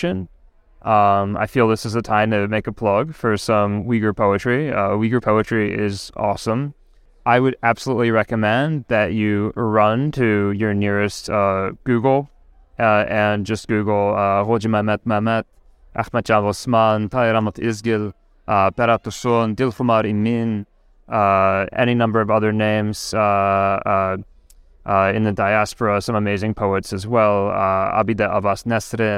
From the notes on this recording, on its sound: Sinica at the Association for Asian Studies conference, Boston 2023. Capsule interviews.